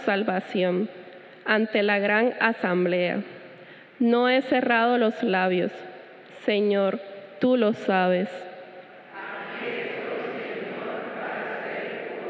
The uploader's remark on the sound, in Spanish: Grabada en la celebración eucarística dominical en nuestro Santuario a las 6:30 A.M.